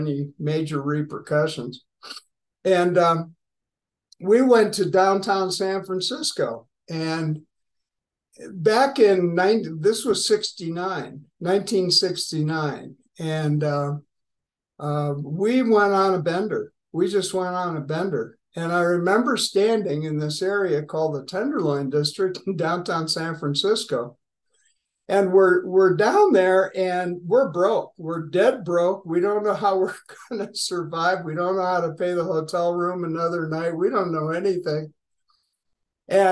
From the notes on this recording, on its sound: Grace Group Zoom Meeting 9/13/2023. Grace Group Zoom Series in Hattiesburg, MS.